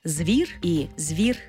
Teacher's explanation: Наприклад, звір і звір, буква «і». Звук «і» пом'якшує попередній приголосний «в». В такому разі у нас може бути варіантна вимова слова «звір», де «з» твердий, «звір» і «звір», де «з» м'який.